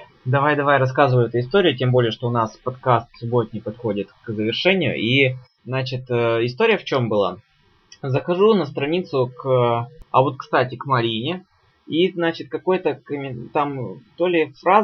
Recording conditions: poor sound quality